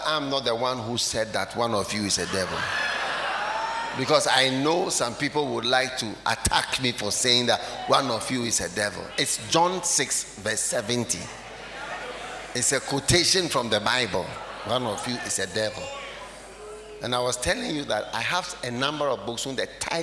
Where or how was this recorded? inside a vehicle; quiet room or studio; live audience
live audience